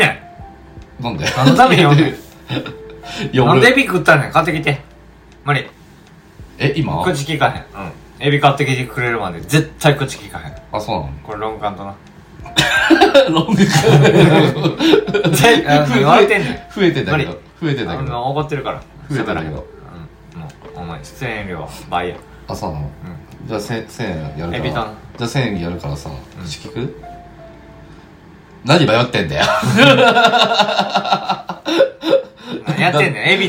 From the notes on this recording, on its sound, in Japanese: オフコラボラジオ。音質悪いです。